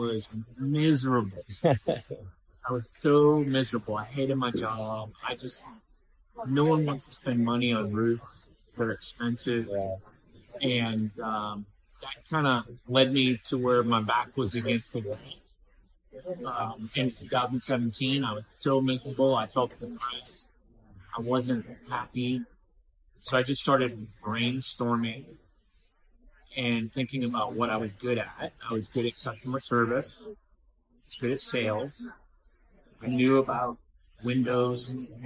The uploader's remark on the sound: We tried something new today and recorded at Honest Coffee in Franklin. The audio is a bit quiet so turn up the dial a little for this one.